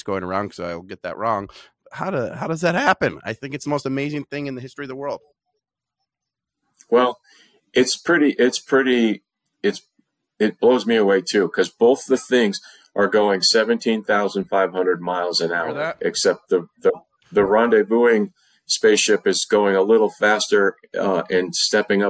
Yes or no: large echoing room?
no